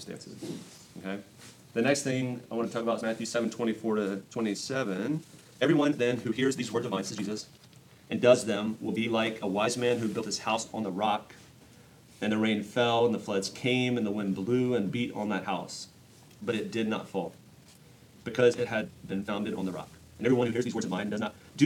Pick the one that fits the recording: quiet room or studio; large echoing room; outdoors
large echoing room